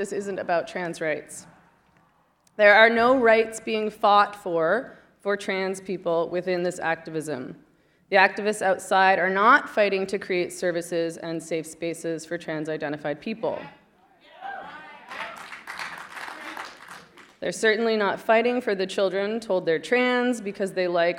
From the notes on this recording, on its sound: The event took place at the Seattle Public Library in downtown Seattle, Washington, despite protesters inside and outside the building.